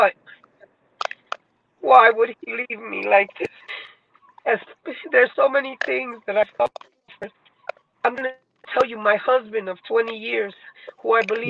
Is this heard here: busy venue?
no